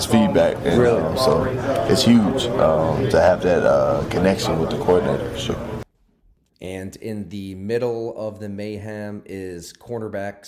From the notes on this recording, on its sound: here is some sound from the Bengals locker room